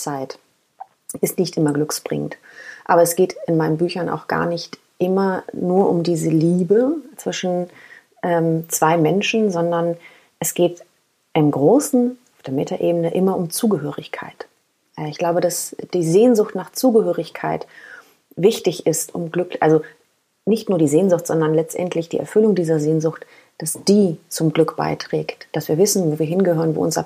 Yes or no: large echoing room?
no